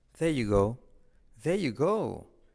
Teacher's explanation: La R de there, al decirlo rápido, es como que decae, ¿vale? Desaparece.